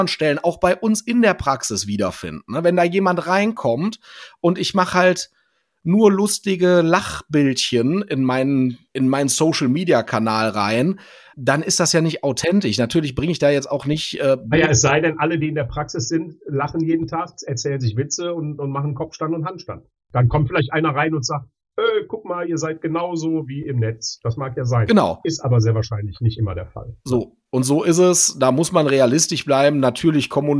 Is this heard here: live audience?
no